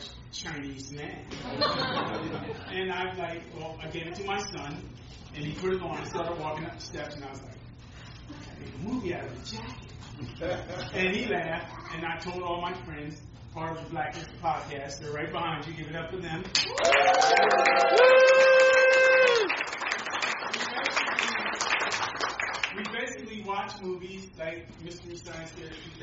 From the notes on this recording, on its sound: Recording of our Film Premier